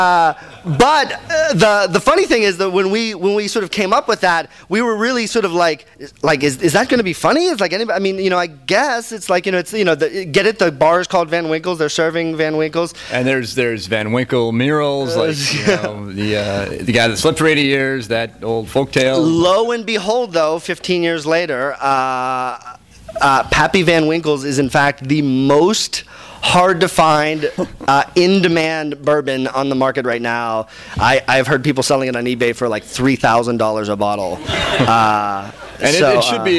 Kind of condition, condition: setting, live audience